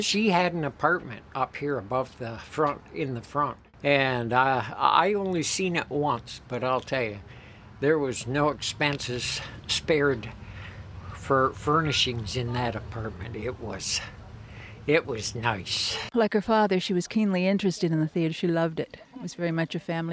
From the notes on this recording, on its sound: We brought our Storymobile to the main streets of Wellington, Bloomfield, and Picton to gather stories from all along the Loyalist Parkway. The people of the county share stories.